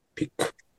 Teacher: 最後、K で、ピックで終わるんですよね。で、KU じゃなくて、K だけなんですよ。だから、クっていう、この、喉の奥で